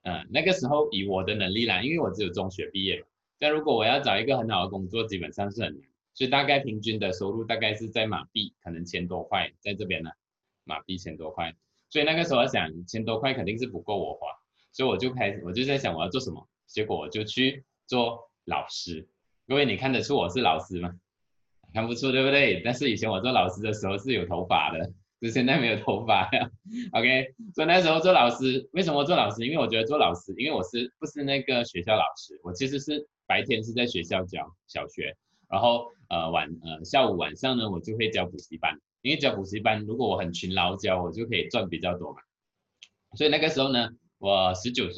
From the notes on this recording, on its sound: Canada Zoom Seminar.